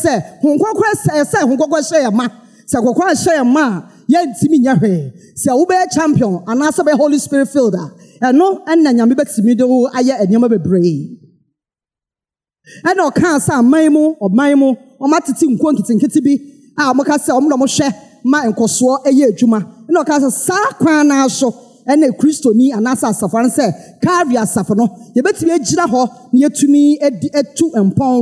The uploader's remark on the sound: Sermon preached at CBC Shiashie Campus